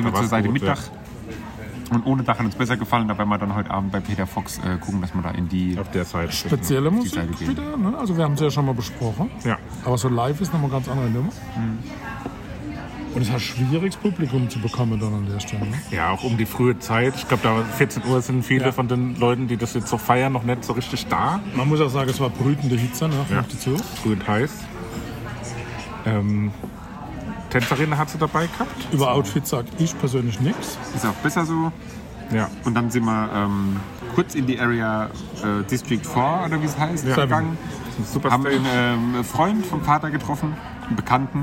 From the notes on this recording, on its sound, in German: Wir berichten Live von Tag 1 des Superbloom Festivals in München! Begeistern knapp 50.000 Besucher an Tag 1!